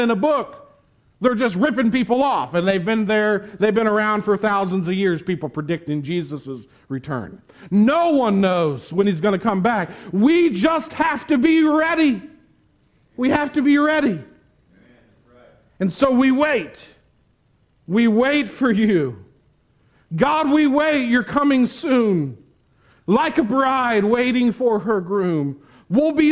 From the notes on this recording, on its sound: Preached at the Tarrant Bible Methodist Church on October 24, 2021. Preached at the Tarrant Bible Methodist Church.